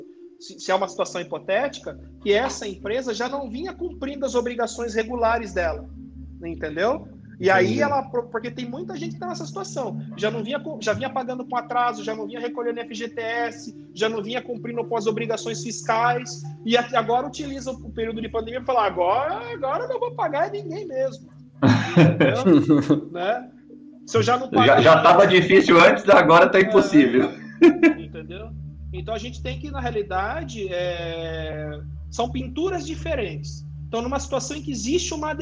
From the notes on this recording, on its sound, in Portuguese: PodCast gravado via videoconferência